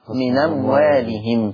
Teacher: نقلت حركة الهمزة إلى النون فصارت من أموالهم. · Term: النقل